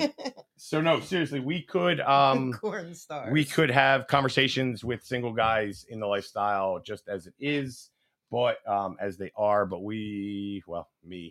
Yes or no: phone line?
no